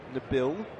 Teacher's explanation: If you look at the way it's spelled, N-A-B-I-L, and the pronunciation is N-A dash emphasis on Bill